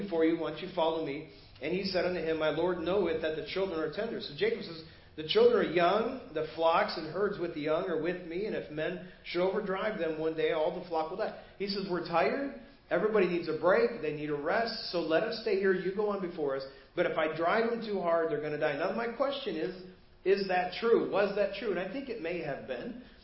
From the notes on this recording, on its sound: Preached at First Baptist Church of Hazel Park